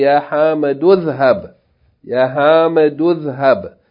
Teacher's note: The form of this verb is izhab, but we're going to join it, right? Because of the word beginning with Hamzatul Wasl, so we don't need to pronounce his vowel.